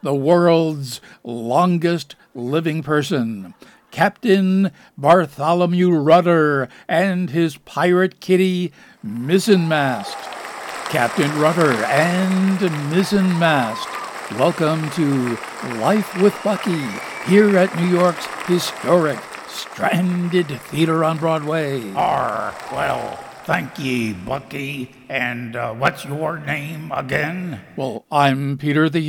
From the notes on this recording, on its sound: Live from the Stranded Theater in New York City.